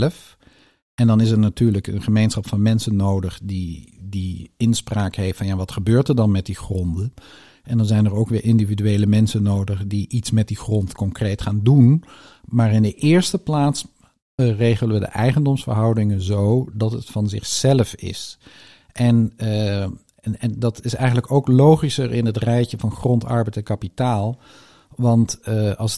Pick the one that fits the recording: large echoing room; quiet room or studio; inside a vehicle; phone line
quiet room or studio